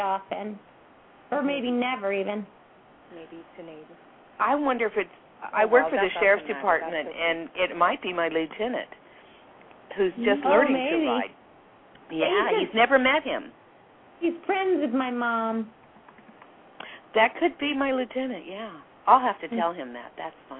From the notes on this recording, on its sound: open up the lines for listeners to call